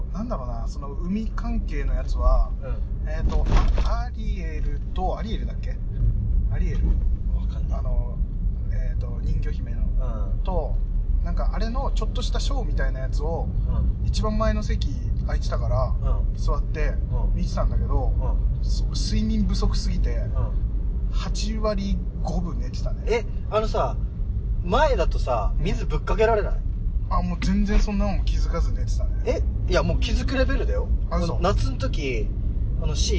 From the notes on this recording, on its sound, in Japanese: ヒトノワまでの車内雑談※雑音注意！先日お邪魔した『カフェ ヒトノワ』さんへ向かう道中、車内での雑談が思ったより盛り上がったのでオマケとして配信します。車内での録音ですので、走行音などの雑音が混じっております。完全ノーカットでお送りいたします。